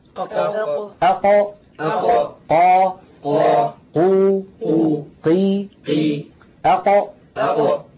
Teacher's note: المخرج الأول مخرج القاف من أقصى اللسان